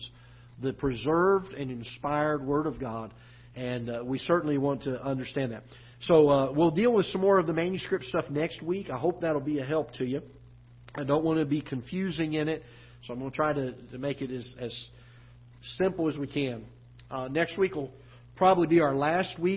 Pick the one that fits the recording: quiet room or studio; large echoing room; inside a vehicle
large echoing room